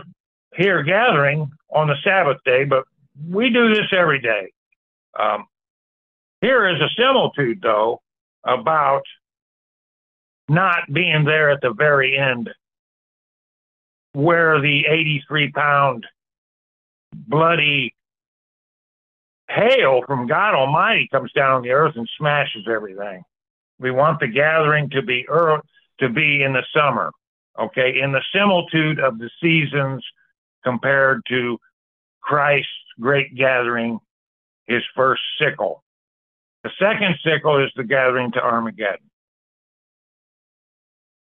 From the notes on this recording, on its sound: Church Call in Bible Study